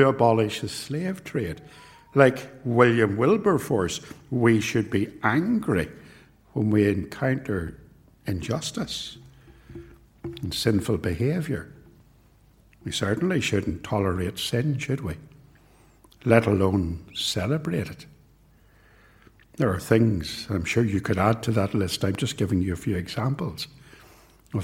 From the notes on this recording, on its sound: This sermon was preached at both Ballymacashon and Templepatrick Reformed Church. It was recorded at TRC.